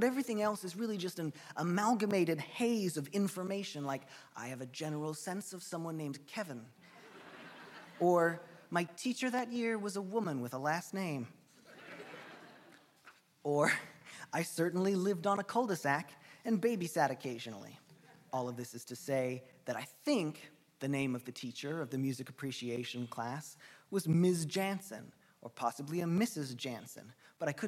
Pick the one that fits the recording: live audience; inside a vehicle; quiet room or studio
live audience